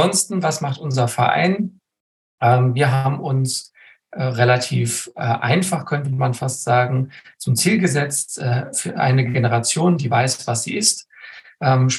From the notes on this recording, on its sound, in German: Mit dieser Folge veröffentlichen wir die letzte Aufnahme unseres Gartenkongresses 2023 zum Saisonstart. Diese Folge ist ein Mitschnitt eines Live-Webinars.